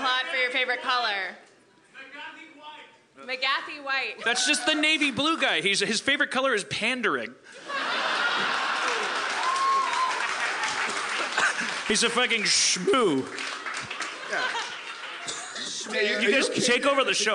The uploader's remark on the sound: LIVE from The Tin Roof in San Diego